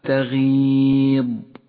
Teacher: وميز الحروف المفخمة في هذه الكلمة وهي الغين والضاد